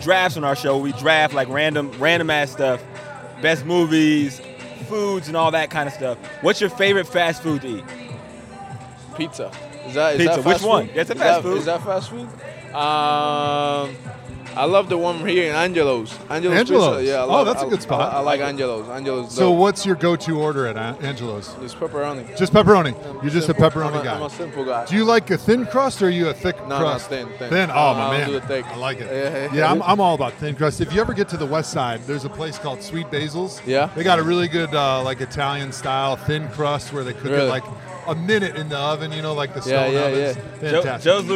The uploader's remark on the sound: live at the Cleveland Indians game